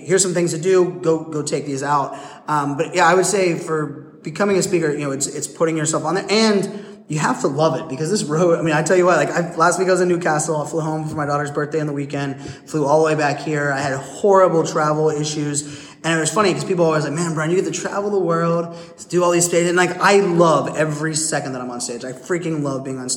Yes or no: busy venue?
yes